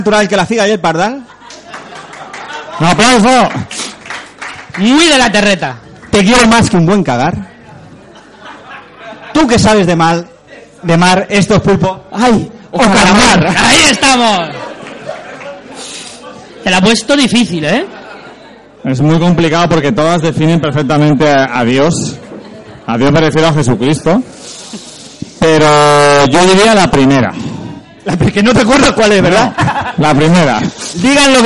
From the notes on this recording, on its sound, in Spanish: Este mes tenemos este episodio especial desde las JPOD 17 de Alicante en la Sala Clan Cabaret. Una noche genial con un público estupendo.